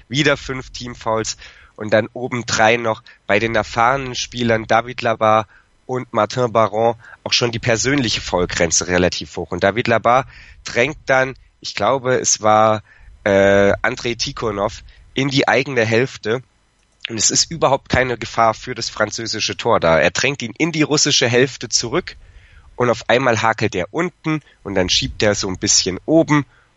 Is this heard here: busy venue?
no